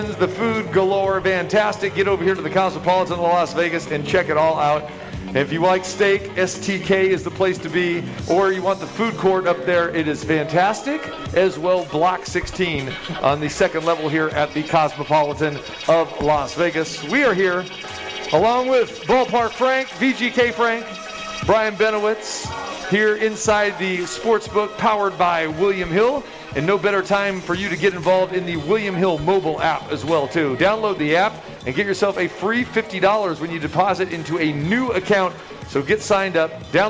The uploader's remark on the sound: Live at The Cosmopolitan